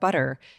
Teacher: Just by saying the word butter, you did a little tongue flutter. So that is the same thing as a rolled R, but shorter.